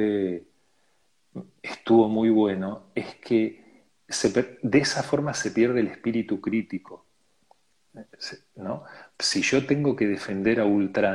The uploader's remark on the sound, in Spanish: Audio de la charla en vivo por Instagram